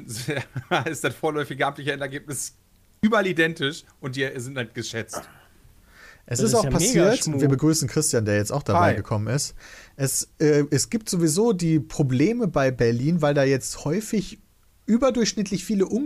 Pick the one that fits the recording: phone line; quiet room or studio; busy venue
quiet room or studio